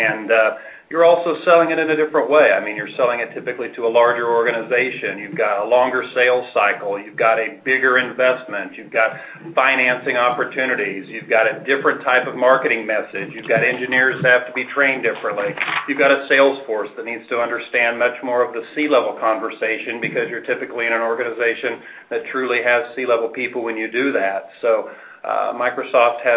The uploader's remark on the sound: Join Small Business IT Radio on the road at SMB Summit. Live from SMB Summit in Dallas, TX.